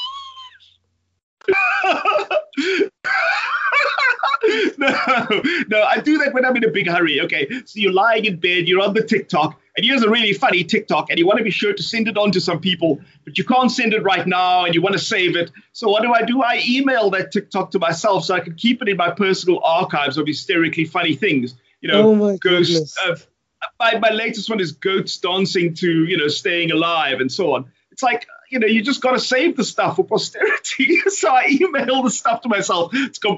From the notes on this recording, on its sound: Hardware woes slow down South Africa's most accessible consumer technology podcast this week, but that's what you get for live testing new devices... Apologies for the poor audio quality. Via Skype.